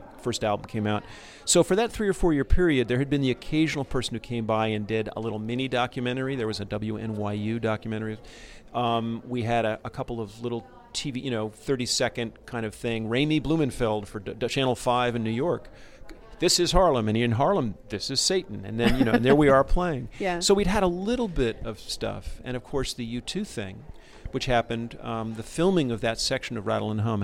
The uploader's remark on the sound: We're live from the 38th annual San Francisco Jewish Film Festival